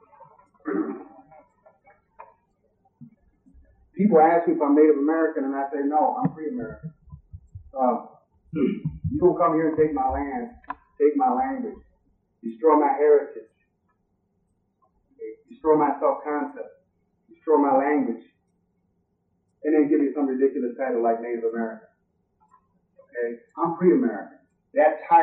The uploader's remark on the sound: This talk was given at Michigan State University in the winter of 1996. We apologize for the sound. A lot of work went into cleaning up the audio.